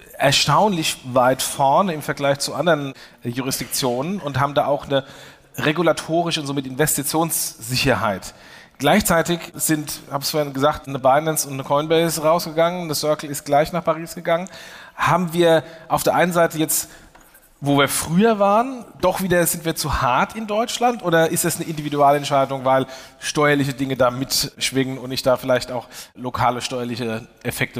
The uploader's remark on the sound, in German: diese Diskussion, die ursprünglich auf dem Fintech Triple Festival stattfand